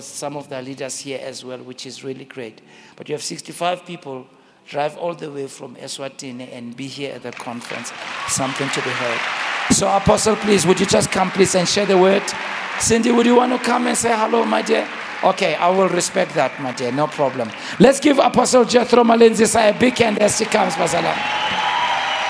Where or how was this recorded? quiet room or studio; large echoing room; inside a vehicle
large echoing room